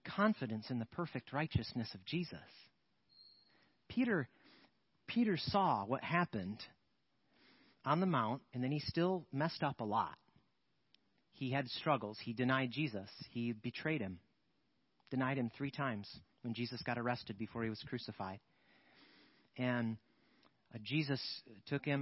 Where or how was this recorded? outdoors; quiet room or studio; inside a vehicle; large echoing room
large echoing room